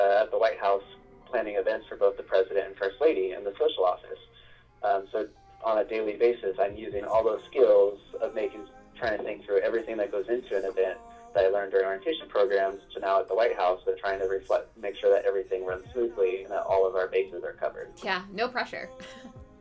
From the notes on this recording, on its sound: Our first over the phone interview!